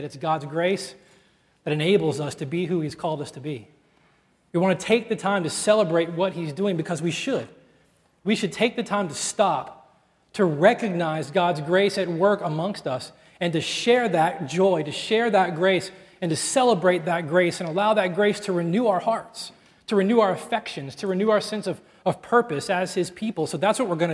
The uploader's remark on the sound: at Redemption Hill Church on Sunday, April 18th, 2010